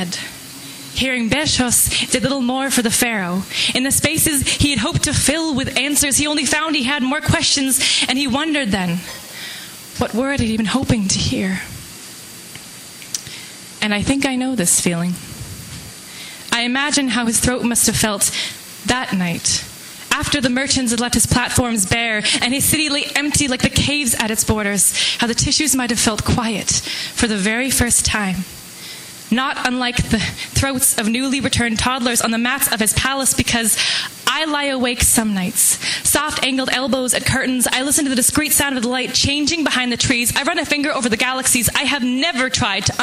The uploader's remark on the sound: Live from the Vancouver Poetry Slam